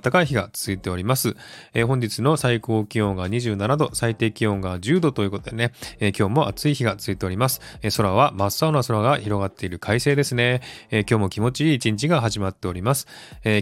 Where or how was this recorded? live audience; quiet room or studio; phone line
quiet room or studio